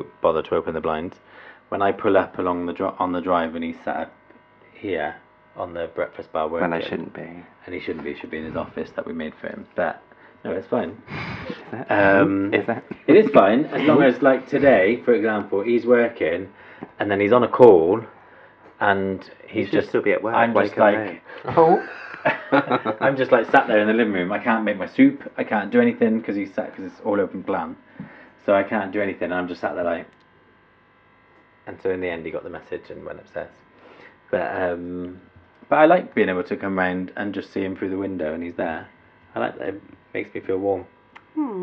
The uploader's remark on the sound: Sorry about the constant hum in the background. There was some work going on outside .